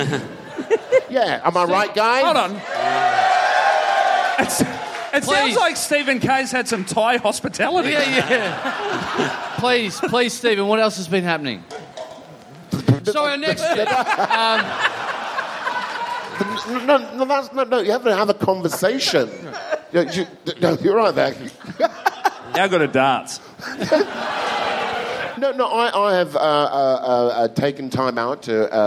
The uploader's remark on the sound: This is it: the last ever episode live from the Koh Samui International Podcast Festival! Big live podcast and stand-up show.